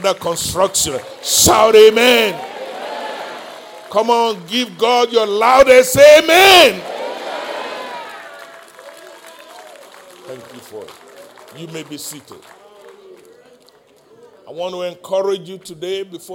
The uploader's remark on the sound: live-recording